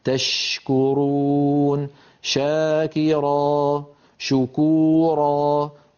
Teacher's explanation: الشين تخرج من وسط اللسان مع وسط الحنك الأعلى كما نرى، ولكن يبقى المخرج مفتوحا. · Term: مخرج الشين